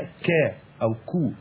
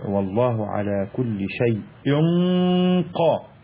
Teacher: الكاف هنا أرق طبعا من القاف، فهنا ايه والله على كل شيء قا، فالقوة هنا في غنة الاخفاء هنا اللي دخلت على التنوين اللي دخل على القاف ده يعني ايه فيه قوة شوية.